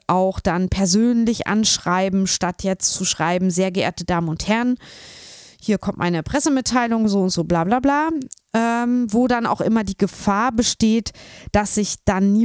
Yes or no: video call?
no